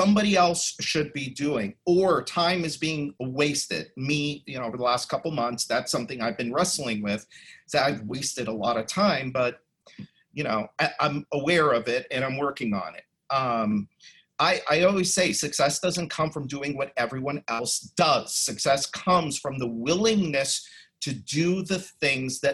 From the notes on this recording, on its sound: you’ll hear the audio from a special online event